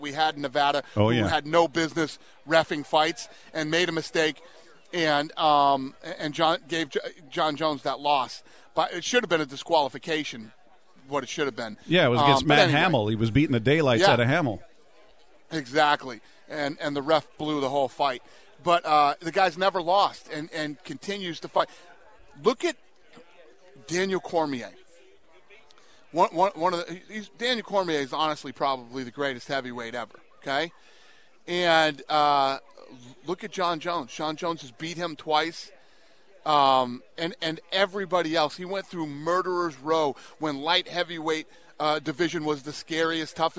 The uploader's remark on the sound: from Super Bowl Radio Row in Miami